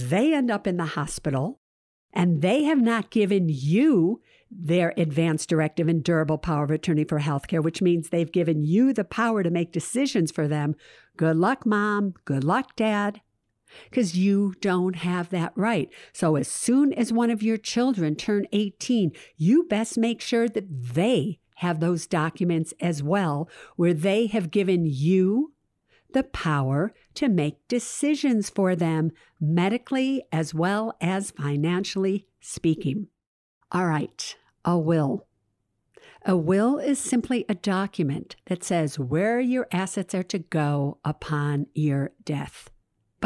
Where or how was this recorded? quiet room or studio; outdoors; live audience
quiet room or studio